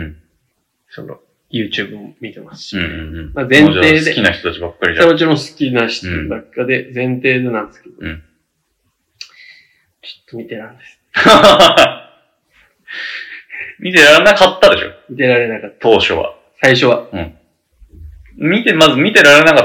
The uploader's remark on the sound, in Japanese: なんか前半の音質めちゃくちゃ悪くなってたので聞きづらかったらごめんなさい